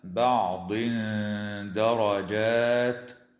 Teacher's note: ويخفى التنوين عند الدال مع الغنة مرققة في قوله تعالى: بعض درجات